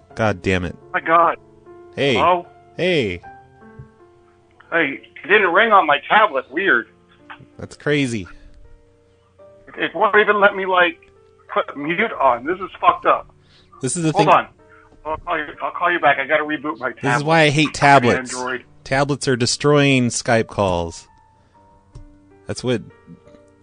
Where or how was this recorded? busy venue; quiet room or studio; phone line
phone line